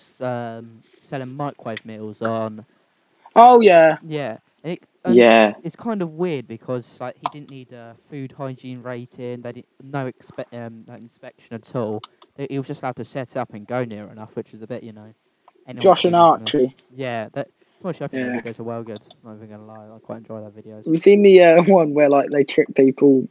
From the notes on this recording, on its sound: Sorry about the audio levels